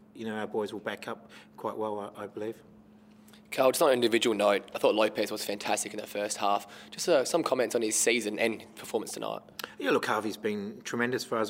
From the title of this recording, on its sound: Post-Match Press Conference